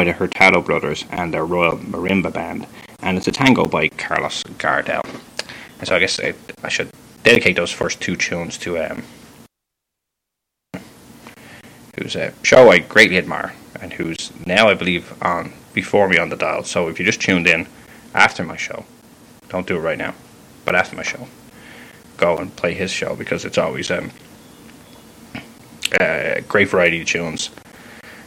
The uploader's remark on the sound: Sorry for Mic drop-outs.